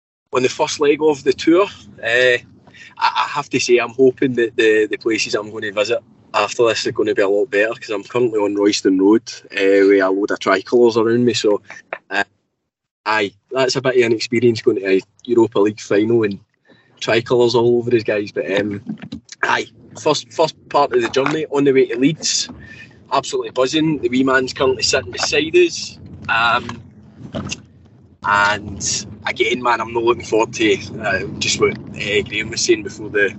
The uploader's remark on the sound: Stuck in the office. Joins from the car on the way to Leeds. Sunning himself in Portugal!